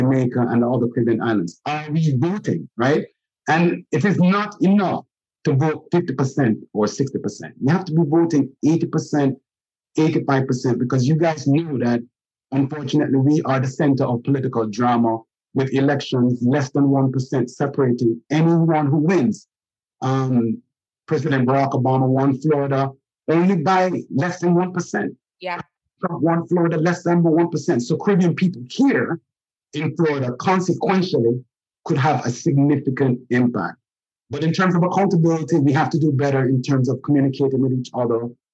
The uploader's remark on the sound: This episode is a recording of the Virtual Town Hall - Caribbean Americans Vote: The Power of Our Vote and Voices in 2020.